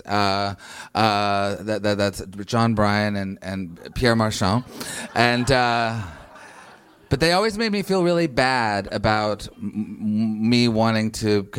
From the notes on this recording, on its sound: The interview was recorded at the Hell or Highwater bar in Louisville, KY.